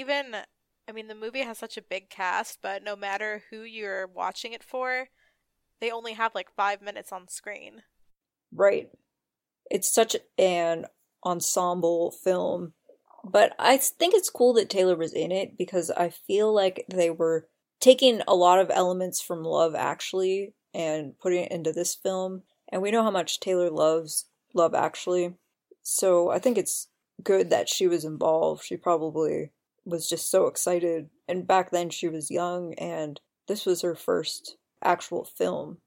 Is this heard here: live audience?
no